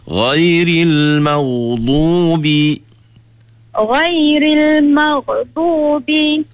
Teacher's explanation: Yang kedua, suara ghain jangan putus. Dia kena hidup suara dia. Dia panggil huruf rokhawah.